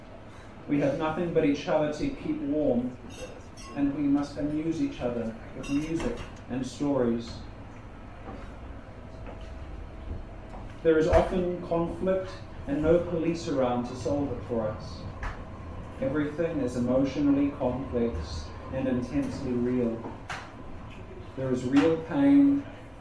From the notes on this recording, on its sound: A spoken word performance recorded at Open Studio in Melbourne December 2015.